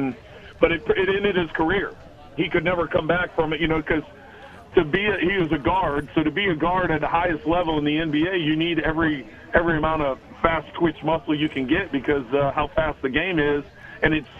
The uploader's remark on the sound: LIVE FROM STURGIS